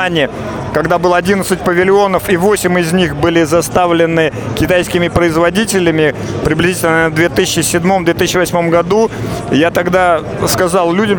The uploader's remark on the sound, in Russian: Выставка "Поехали 2022". Записано в мобильной студии радиостанции. В Экспоцентре на Красной Пресне (Москва).